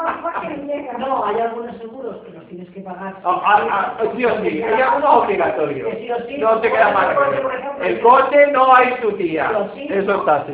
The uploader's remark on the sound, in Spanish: Conferencia dada en el Centro Gnóstico de Carcaixent, Valencia (España) en el año 2010. Para sus alumnos tanto asistentes como a aquellos que están viviendo en otras ciudades.